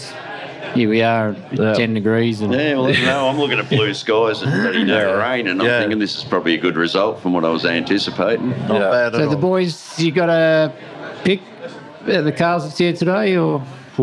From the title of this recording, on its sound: LIVE.....from Chrome in the Goldfields!!